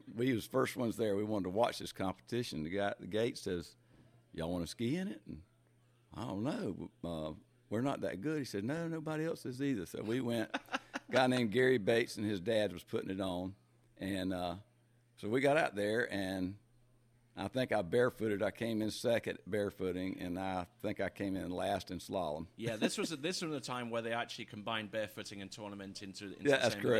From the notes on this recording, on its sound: Recorded at Lake 38 in Quincy, Fl during the Pro Slalom event